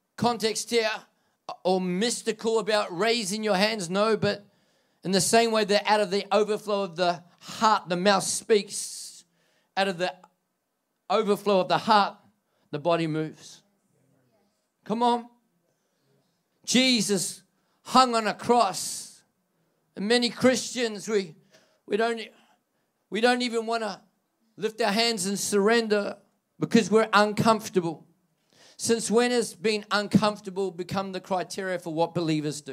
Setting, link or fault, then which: setting, large echoing room